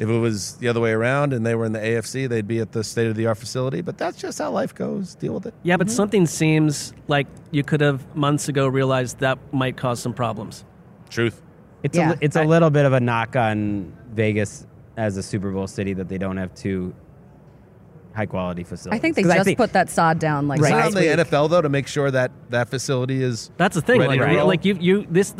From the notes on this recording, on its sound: In a convention room full of heroes